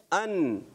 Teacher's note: زبان کا کنارہ جب انیاب سے ثنایا تک کے مسوڑوں سے لگتا ہے تو ادا ہوتا ہے نون